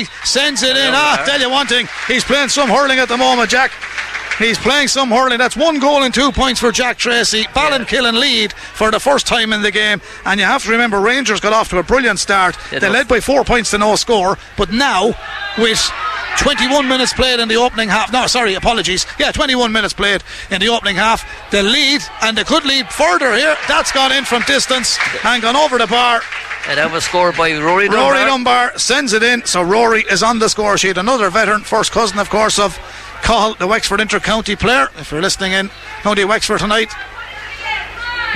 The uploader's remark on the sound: We were live in Netwatch Cullen Park